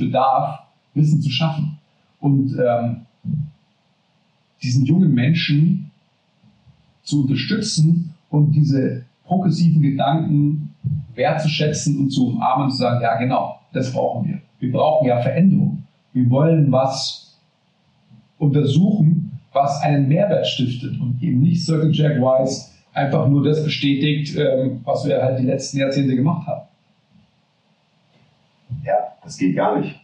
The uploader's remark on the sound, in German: Verzeiht uns die Audioqualität dieser Folge, wir hatten technische Schwierigkeiten.